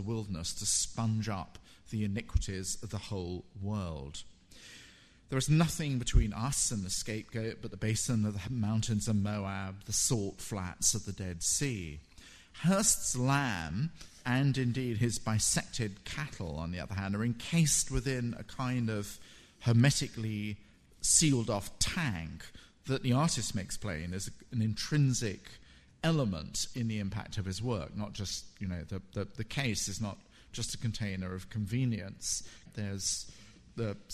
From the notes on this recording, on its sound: in this recording of his FT Frieze week lecture